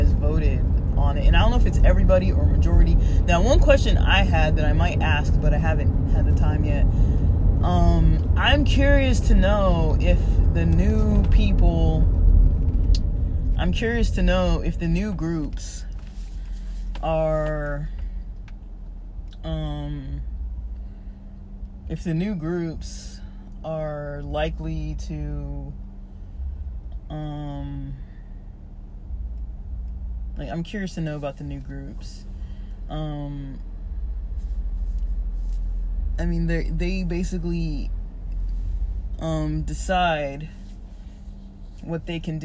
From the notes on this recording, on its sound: SLOPPY QUALITY. I attempted to record this while driving and using a new wireless Bluetooth mic. Then I couldn’t use the mic anymore so I tried recording while driving.